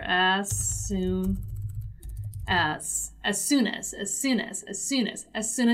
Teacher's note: So it's something that you say just as if those three words were only one.